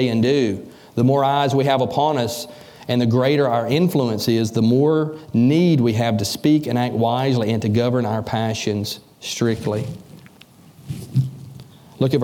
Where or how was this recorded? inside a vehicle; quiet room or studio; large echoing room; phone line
large echoing room